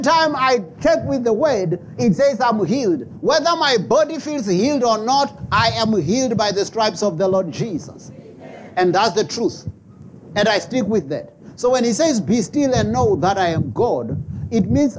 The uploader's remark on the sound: preached at Jesus the Saviour Church, 185 Bobs Way, Eersterivier, Cape Town on 10 December 2023